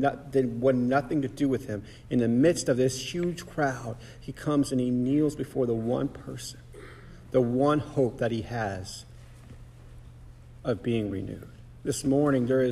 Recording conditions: large echoing room